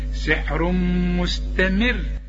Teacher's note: والميم من حروف الادغام، في غنه هنا